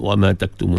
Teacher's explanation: Sempurnakan mad asli bagi cukup dua harakat. Mad asli ni kalau dengar baca lebih itu melerik sampai empat.